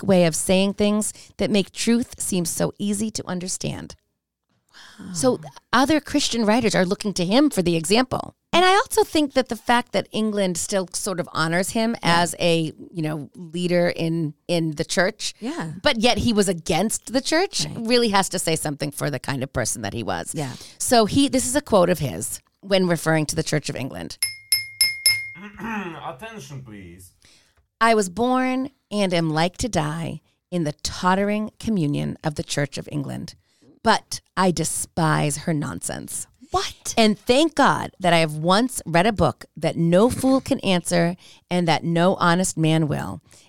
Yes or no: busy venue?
no